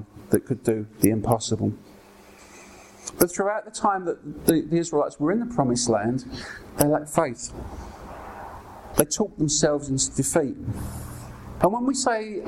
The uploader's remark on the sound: Brings an encouraging message at Ashingdon Elim.